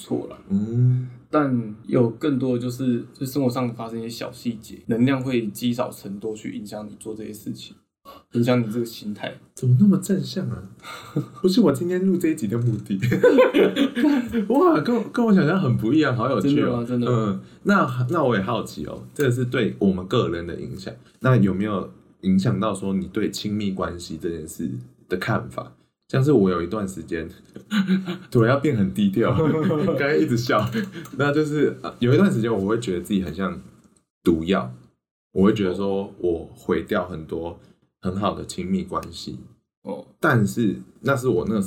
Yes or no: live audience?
no